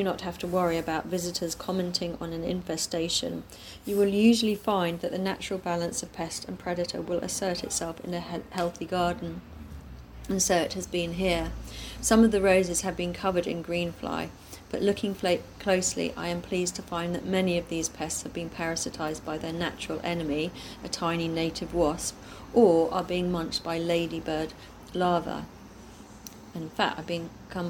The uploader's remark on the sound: some of which can be heard in the background as her talk was recorded in the garden